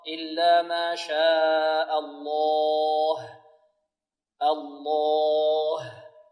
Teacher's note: والوقف على لفظ الجلالة الها ترقق، لا نقول إلا ما شاء الله، خطأ، إلا ما شاء الله، الله.